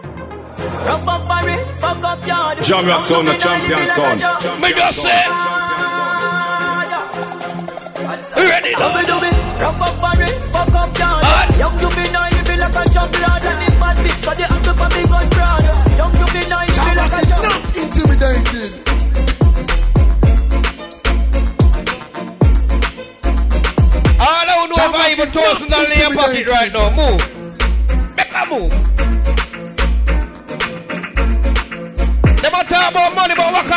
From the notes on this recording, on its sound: Live from Inside Cash Money Thursday.